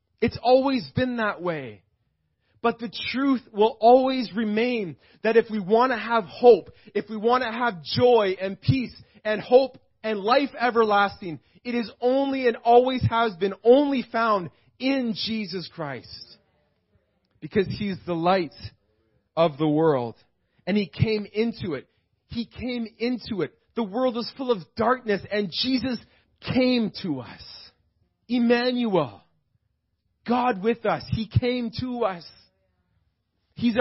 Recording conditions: large echoing room